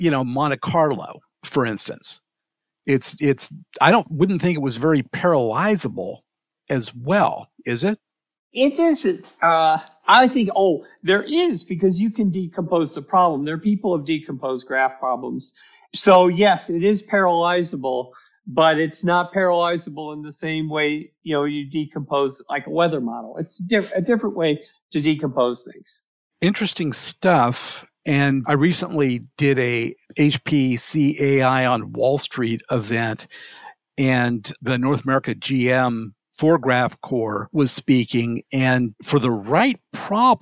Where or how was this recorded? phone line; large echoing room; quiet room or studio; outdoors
quiet room or studio